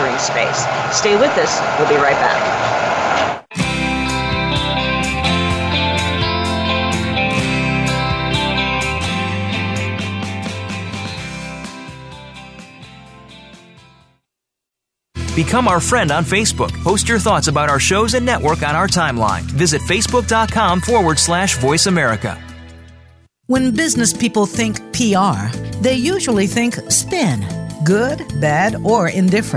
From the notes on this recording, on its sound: This will be our first remote podcast, airing live from the Rust Is Gold coffee and antique shop in Albuquerque.